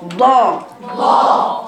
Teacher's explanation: وانت بتقراي الضاد كل اللسان موجود فوق اقصى وبقيه اللسان الممتد الامامي · Term: مستعلى